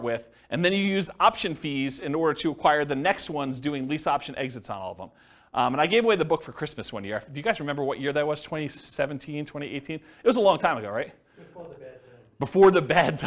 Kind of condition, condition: setting, live audience